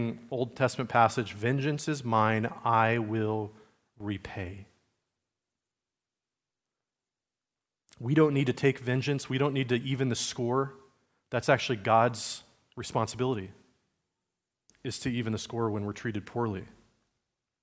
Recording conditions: large echoing room